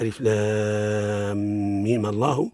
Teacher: قرأ جميع القراء بإسقاط همزة لفظ الجلالة وصلا وتحريك الميم بالفتح تخلصا من التقاء الساكنين